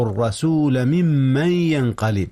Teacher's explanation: إدغام ميم ممن، إدغام نون من في ميم ما · Term: إدغام متماثلين